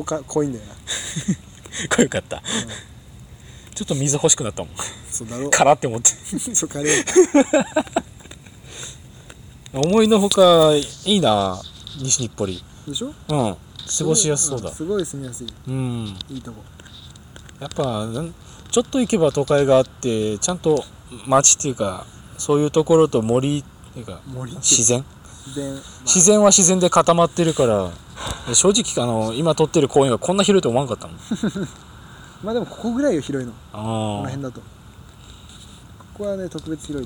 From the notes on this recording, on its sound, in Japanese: 西日暮里で2人。いつも収録している公園。